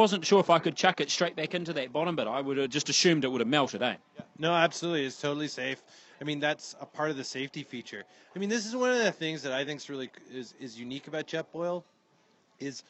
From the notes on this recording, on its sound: Audio is not great! At a pub again. Sorry the audio is a little off (SHIT IN OTHER WORDS), somthing was not working as well as it should!!!